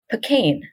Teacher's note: stress on the second syllable. It's been switching back and forth ever since.